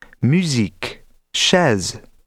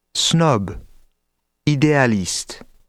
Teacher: In French, the letter S is pronounced Z when it occurs between vowels, but S in other contexts. · Shown in: first take